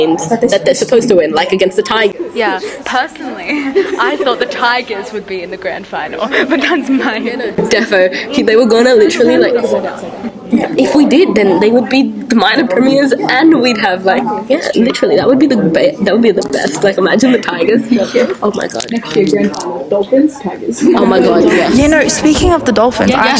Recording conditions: background noise